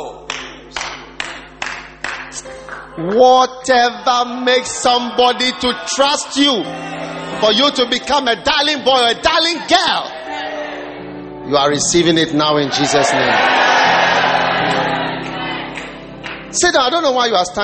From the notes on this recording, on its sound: Preached at the Wisdom Impartation Service.